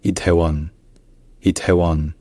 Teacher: En faisant attention au fait également qu'après le T, il y a une légère aspiration, donc c'est non pas te mais te, bon, c'est presque pareil.